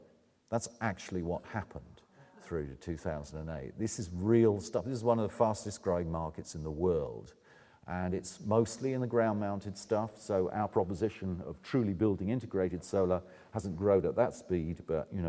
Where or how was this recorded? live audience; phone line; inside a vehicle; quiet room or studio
live audience